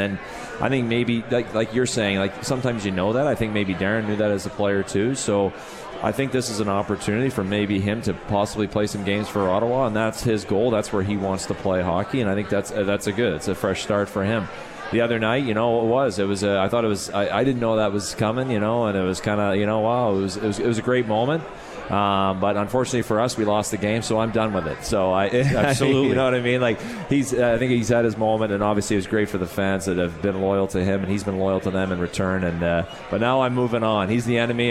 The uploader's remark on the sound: live from The 72 Tavern